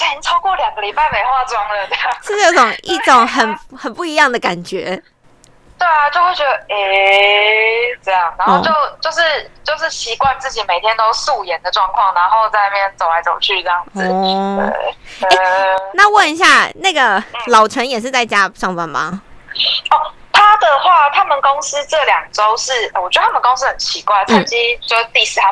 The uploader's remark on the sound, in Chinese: 由於是call out，所以部分音質有點影響，敬請見諒！